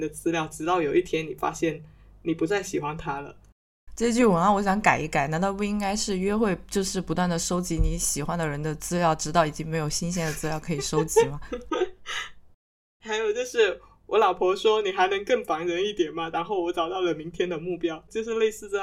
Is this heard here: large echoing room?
no